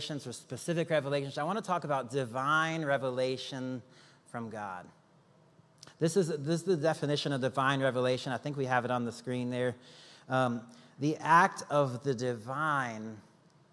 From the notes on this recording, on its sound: Recorded live on October 22, 2023 at Church On The Rock